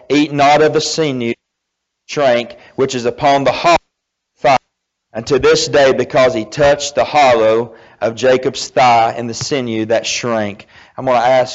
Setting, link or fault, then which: setting, large echoing room